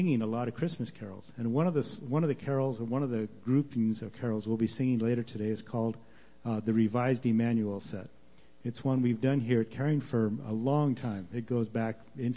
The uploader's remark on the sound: Worship Service - Audio